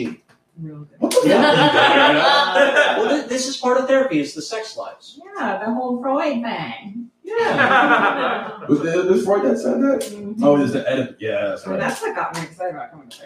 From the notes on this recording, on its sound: LIVE from Under St.